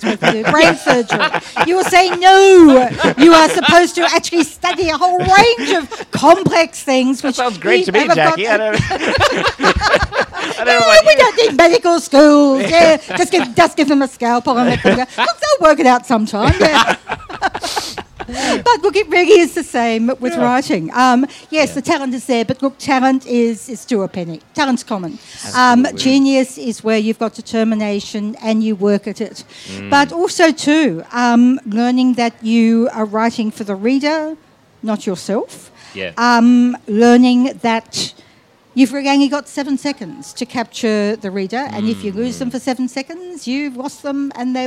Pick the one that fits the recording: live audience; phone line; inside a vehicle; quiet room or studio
live audience